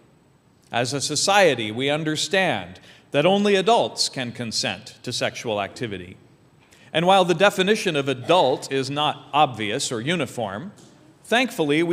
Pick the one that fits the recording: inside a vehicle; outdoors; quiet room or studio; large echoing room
large echoing room